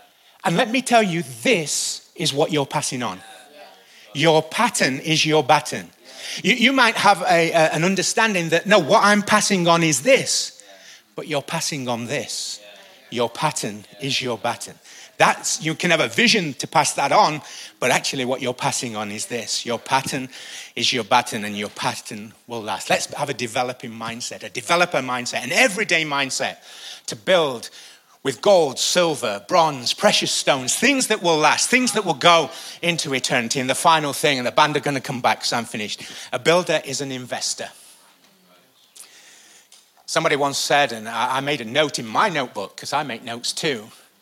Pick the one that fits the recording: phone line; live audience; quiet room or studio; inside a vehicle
live audience